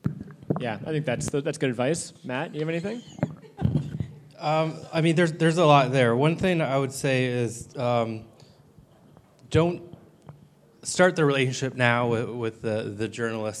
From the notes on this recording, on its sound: This time around we’re publishing a live-recorded panel discussion moderated by local cannabis accelerator program Leaf Forward as part of our new monthly Cannabinoid Futures speaker series.